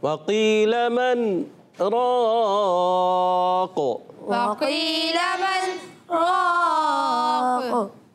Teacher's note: قاف کو اور بھی پر کرنا ہے، تھوڑا سا اور خاص خیال رکھنا ہے، اور قلقلہ بھی کرنا ہے